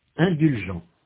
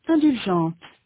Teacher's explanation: la consonne finale n'est pas prononcée au masculin, mais qu'elle est prononcée au féminin